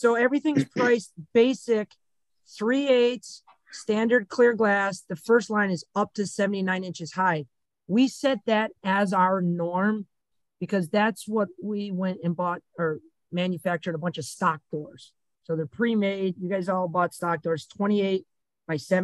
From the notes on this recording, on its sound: This is a recording from our weekly Facebook Live stream